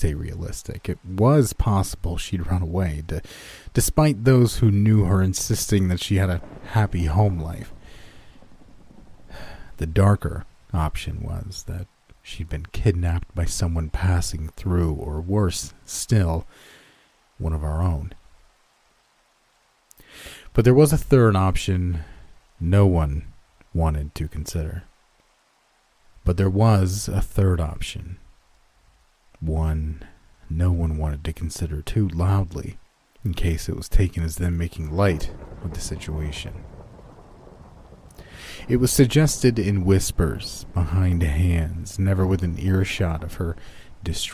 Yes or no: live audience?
no